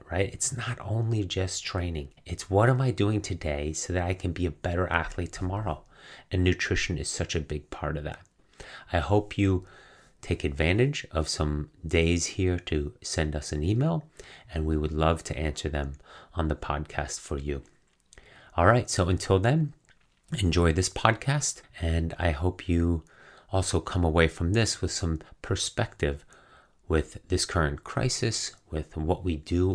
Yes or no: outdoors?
no